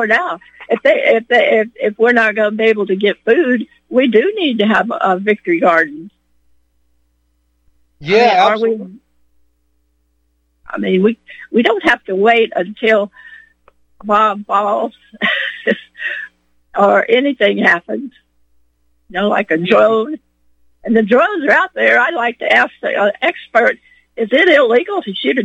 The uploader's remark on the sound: Call in Guest